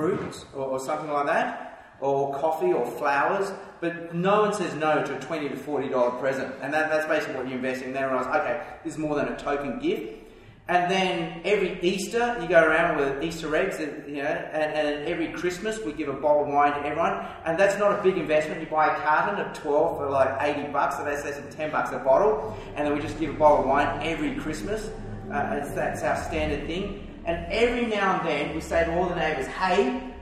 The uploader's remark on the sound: takes questions from his audience of church planters